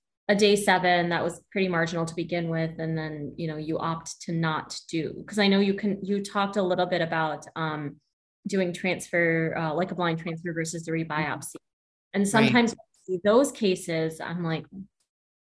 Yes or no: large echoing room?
no